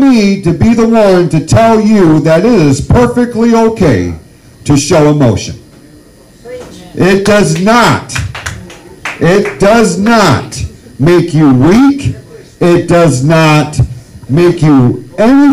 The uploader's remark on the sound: CTTH Live stage show, which took place on January 20 at the Backroads Bar & Grill in Holly, Michigan.